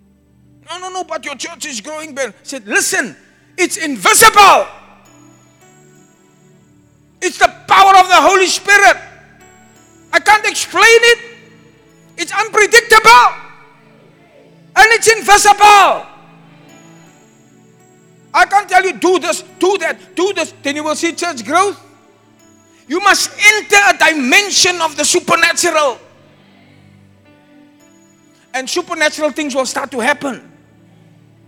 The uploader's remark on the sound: Preached at the Zion Sanctuary, Cape Town